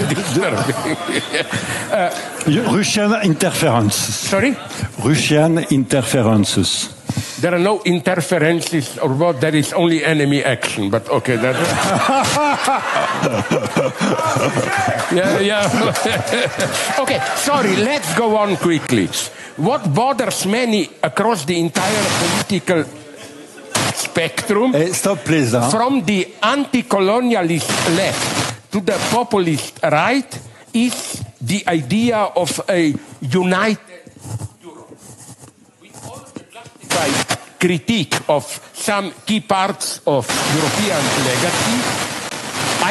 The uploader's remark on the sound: Delivered the largest Slovenian annual foreign policy event, the Bled Strategic Forum (BSF). In a special “Night owl session”.